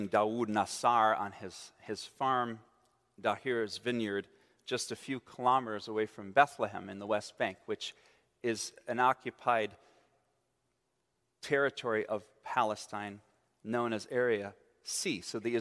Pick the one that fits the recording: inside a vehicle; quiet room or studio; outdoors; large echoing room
large echoing room